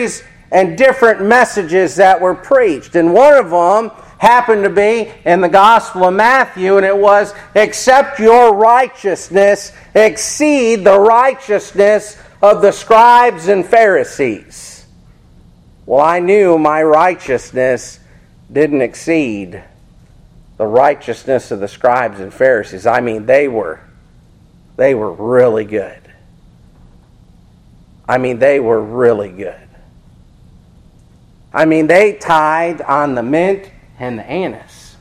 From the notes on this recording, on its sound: This Sermon Was Preached At Faith Babtist Church In Seffner Fl.